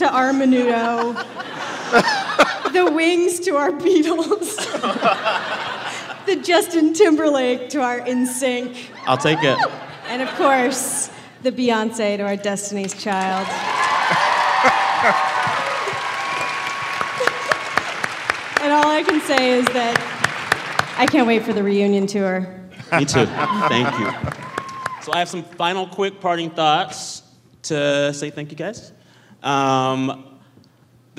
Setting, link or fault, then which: setting, live audience